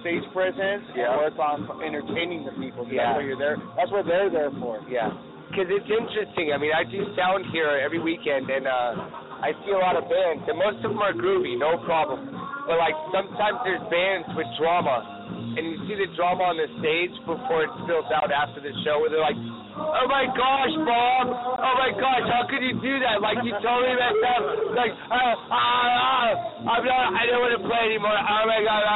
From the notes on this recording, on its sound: Broadcasting live from the old Towne pub in Pasadena! Night three of the Old Towne Rising fest!